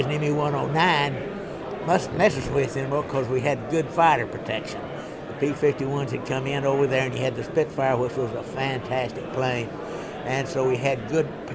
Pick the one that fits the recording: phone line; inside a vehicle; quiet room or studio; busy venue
busy venue